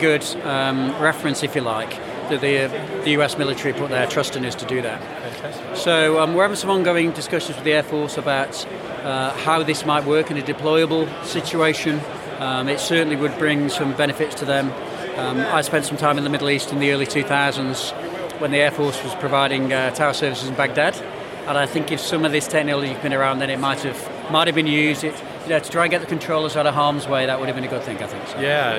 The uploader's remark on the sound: We release an interview recorded at Avalon 2023.